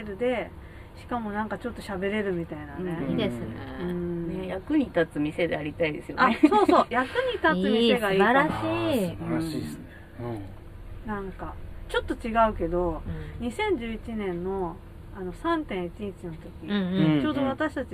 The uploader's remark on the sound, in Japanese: 祐天寺の古着屋 gargen730さんで特別収録！